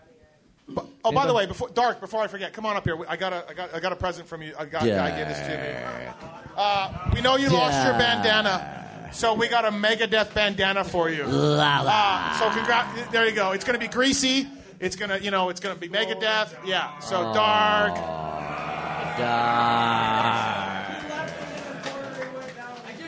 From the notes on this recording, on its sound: Pulpmx Show LIVE from Millville. The first ever Pulpmx ride day at Millville happened and we did a live show Saturday night.